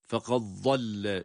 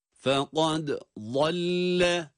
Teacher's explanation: Fekad dal harfini kalkaleyle okuyoruz. Sonra da vad harfine geçiyoruz kendi sesiyle. · Shown in: second take